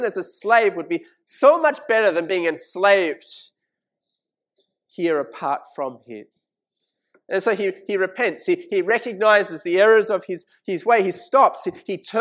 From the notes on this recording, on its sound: This sermon was preached at St Mary's Cathedral, KL on 19th August 2018.